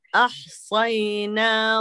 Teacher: نرقق الهمزة والحاء ونفخم الصاد بإذن الله